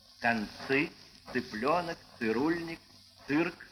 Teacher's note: Согласные «ж», «ш», «ц» всегда твердые, хотя после них и пишется в нашем правописании буква «и».